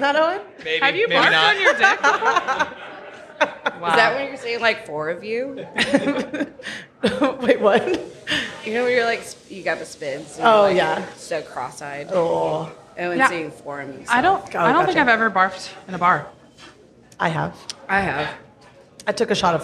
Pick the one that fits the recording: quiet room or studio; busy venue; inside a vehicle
busy venue